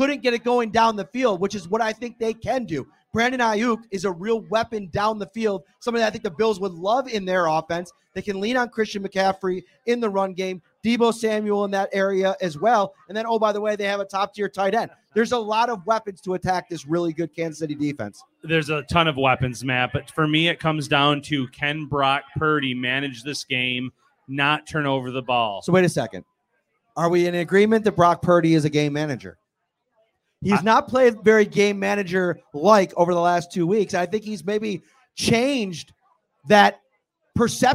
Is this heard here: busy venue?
yes